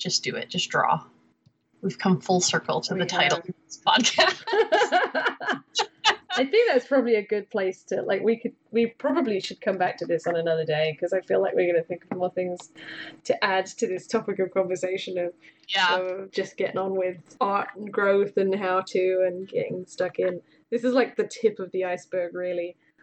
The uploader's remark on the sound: took to Skype for a chat